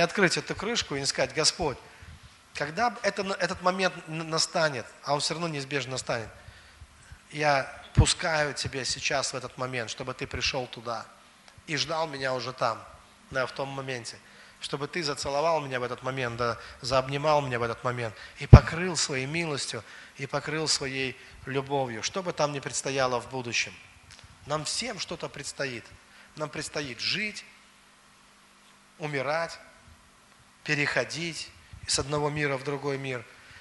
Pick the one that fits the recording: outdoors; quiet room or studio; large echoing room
large echoing room